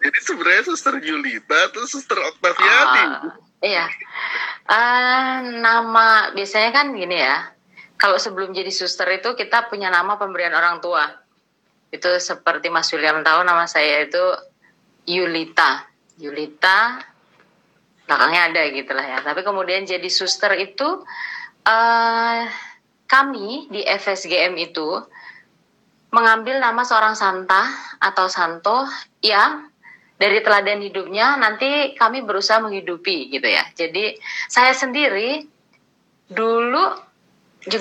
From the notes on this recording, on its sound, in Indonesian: Rekaman dari obrolan di Live Instagram